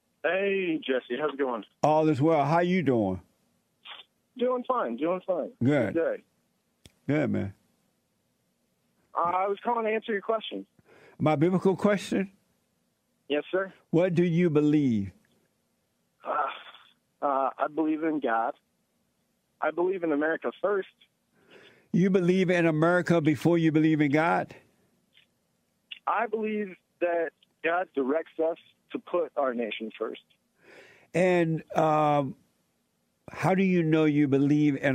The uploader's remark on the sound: Someone called